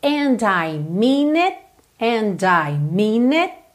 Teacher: Percebe que o T não aparece, o T do it